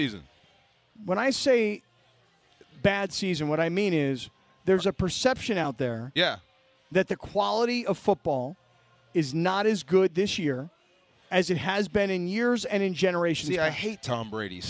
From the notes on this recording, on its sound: LIVE From Yaamava!